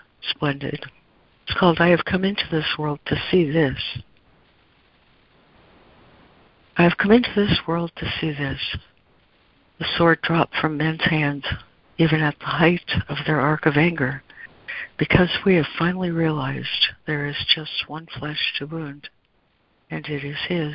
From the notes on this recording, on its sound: ACIM Daily Conference Call